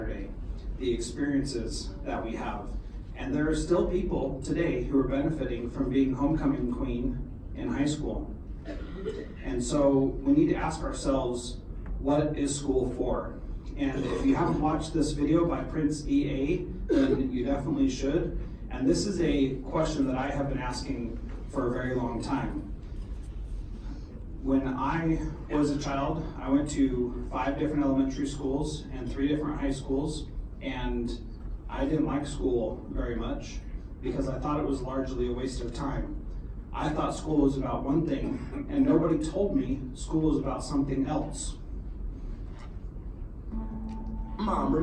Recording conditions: live audience